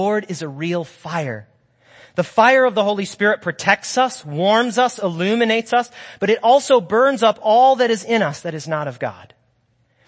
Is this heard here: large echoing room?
yes